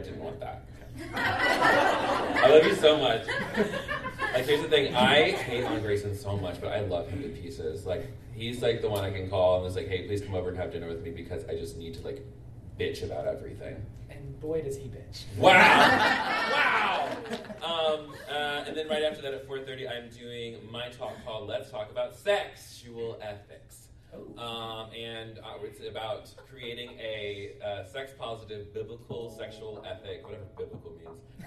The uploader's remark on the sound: LIVE from QCF! This is part 1 of my LIVE show at QCF this past Jan.